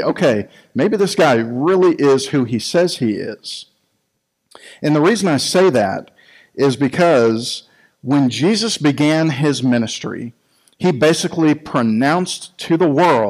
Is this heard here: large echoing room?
yes